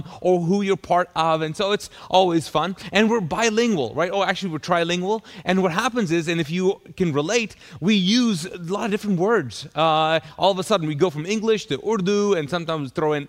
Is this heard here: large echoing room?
yes